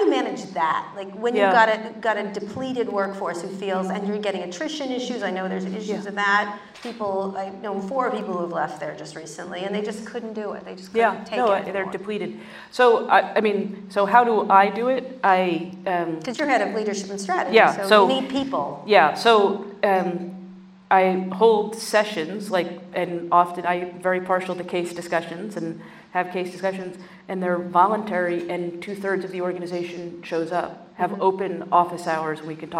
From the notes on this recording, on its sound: Live onstage